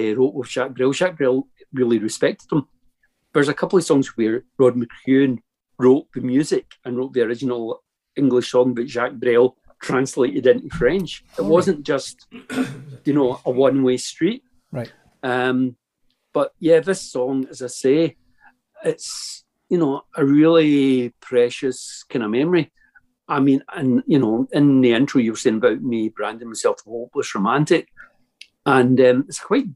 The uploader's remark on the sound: Spent the best part of 3 hours in our company one Zoom night a couple of months ago. The kazoo made a number of guest appearances.